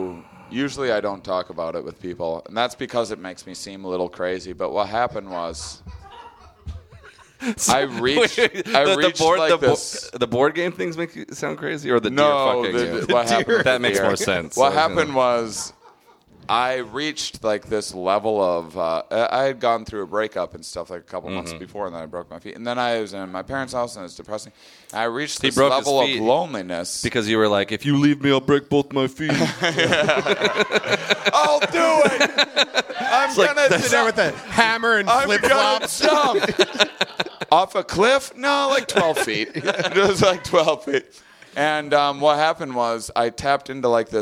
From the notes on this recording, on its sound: LIVE IN NEW ORLEANS